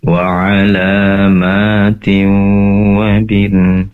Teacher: ma-nya lebih relax lagi ya, lebih panjang dikit